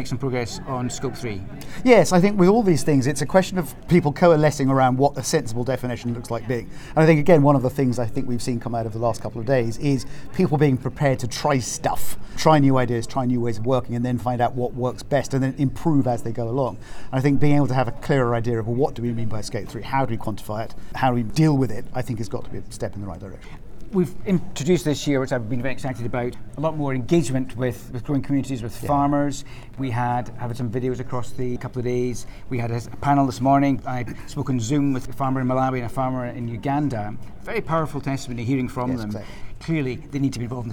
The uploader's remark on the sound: Live from the conference. At Innovation Forum's future of climate action conference in Washington DC.